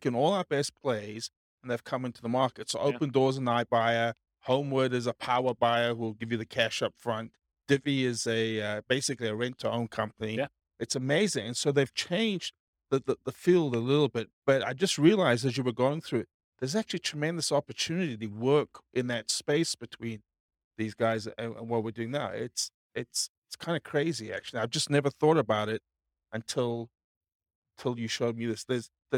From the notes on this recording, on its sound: In Concord, California. This was a live class recorded. Live in-person version.